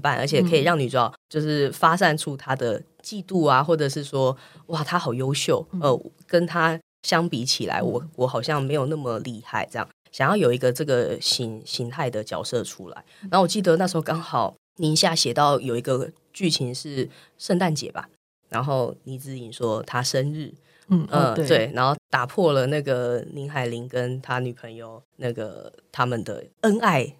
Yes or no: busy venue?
no